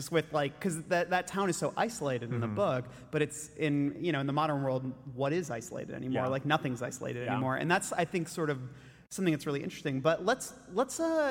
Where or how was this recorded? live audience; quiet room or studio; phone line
live audience